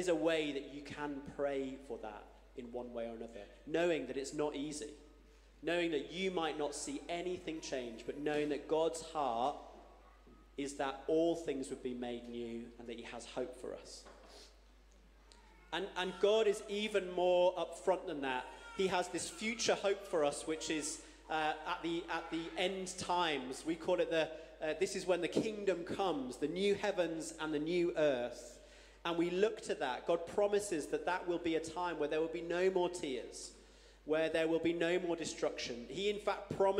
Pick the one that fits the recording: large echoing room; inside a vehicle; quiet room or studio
large echoing room